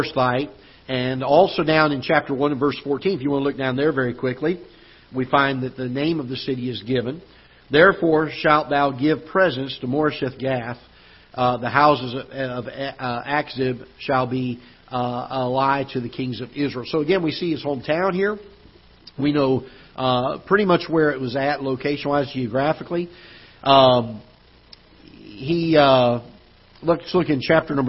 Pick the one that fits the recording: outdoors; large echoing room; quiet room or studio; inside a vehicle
large echoing room